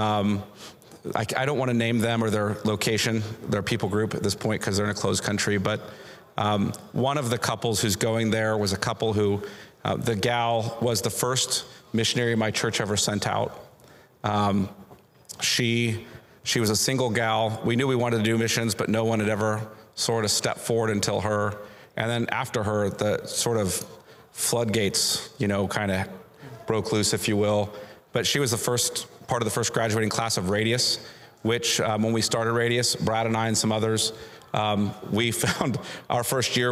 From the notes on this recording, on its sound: Panel from the 2021 Radius Missiology Conference. RMC21 Panel 1.